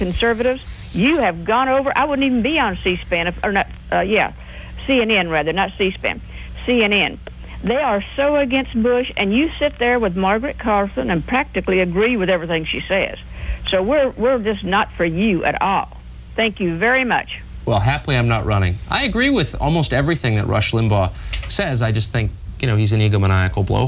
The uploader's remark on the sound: taking audience calls.